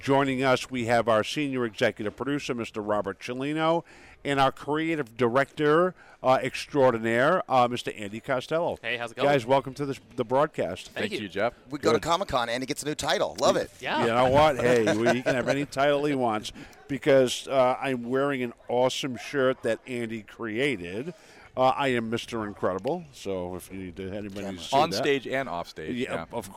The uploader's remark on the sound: Finding Your Frequency Live from Phoenix Comic Fest 2018.